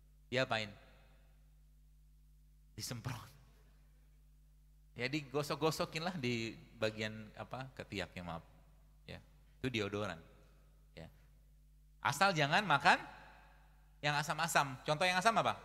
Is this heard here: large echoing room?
yes